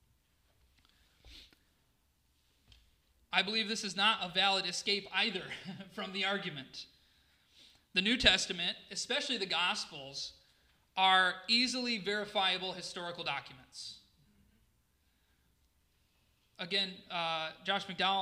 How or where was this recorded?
live audience